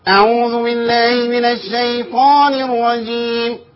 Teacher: انت كده طلعت صوت من الانف · Term: غنة